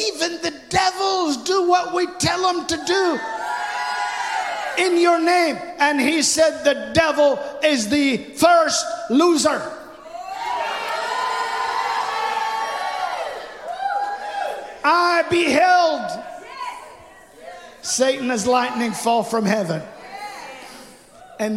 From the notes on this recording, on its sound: This message was recorded live at the Apostolic Global Church in Pensacola, Florida.